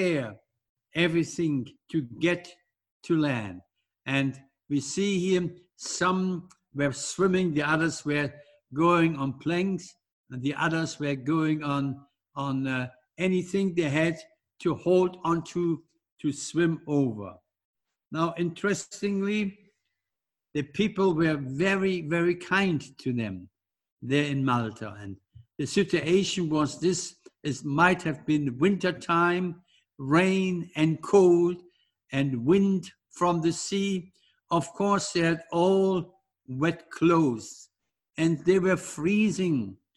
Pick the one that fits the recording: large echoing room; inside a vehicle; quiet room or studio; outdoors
large echoing room